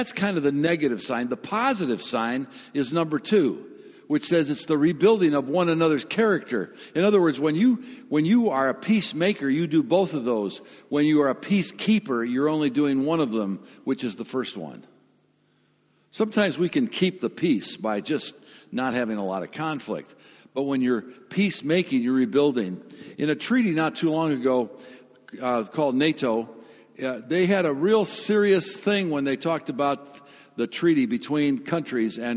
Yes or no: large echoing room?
yes